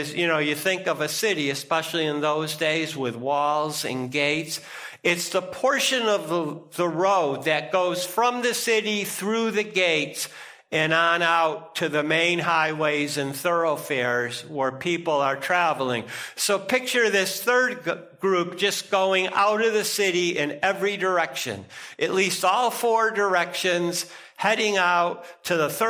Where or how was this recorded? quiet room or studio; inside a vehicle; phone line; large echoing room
large echoing room